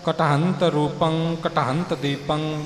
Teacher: ਆਇਆ ਹੈ ਬੋਲਣ ਦੇ ਵਿੱਚ ਕਿਉਂਕਿ ਟੈਂਕੇ ਉੱਪਰ ਟਿੱਪੀ ਆਈ ਹੈ ਘੱਗੇ ਦੇ ਉਚਾਰਨ ਦਾ ਭਾਰ ਟੈਂਕੇ ਉੱਪਰ ਥੋੜ੍ਹਾ ਆ ਕੇ ਪਵੇਗਾ